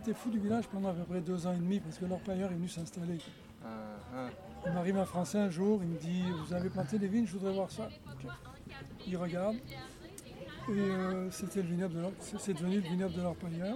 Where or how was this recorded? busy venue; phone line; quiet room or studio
busy venue